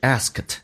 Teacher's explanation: She asked Tommy to take Goldier to thevet。第一个听力难点就是 asked， asked 像三个辅音并排在一起，中间一般的那么辅音会被去掉